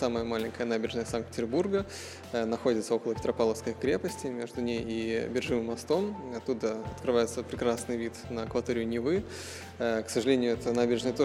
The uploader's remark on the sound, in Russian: «Podcast TRAVEL TIME» на фестивале «Теперьбург»